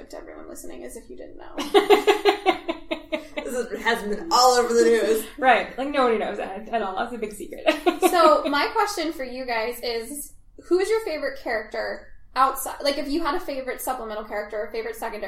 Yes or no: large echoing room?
no